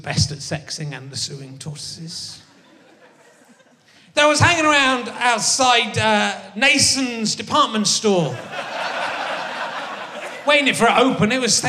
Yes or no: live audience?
yes